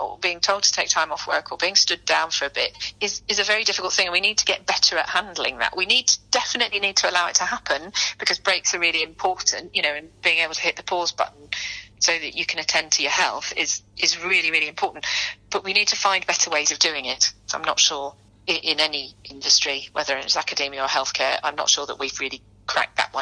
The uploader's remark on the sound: sat down with her on the phone